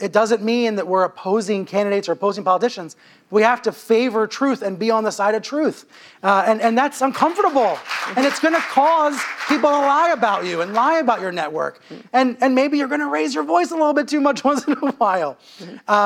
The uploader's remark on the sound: This interview was recorded live at 92NY.